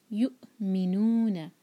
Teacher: والذین، ذی دو حرکہ نا ایک حرکہ، والذین یؤمنون، یا کے بعد جو واو ہے اس کے اوپر حمزہ ہے تو واو کینسل ہو گیا، حمزہ پڑھیں گے، حمزہ پر سکون ہے تو کٹ آف ساؤنڈ کلیئر آنا چاہیے